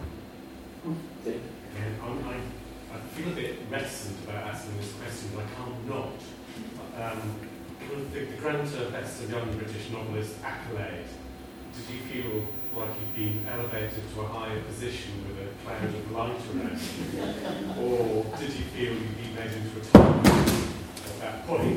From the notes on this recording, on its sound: A Worlds Literature Festival event